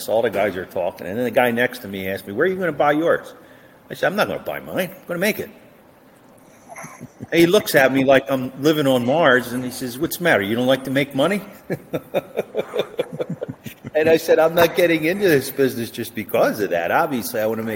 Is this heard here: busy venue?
yes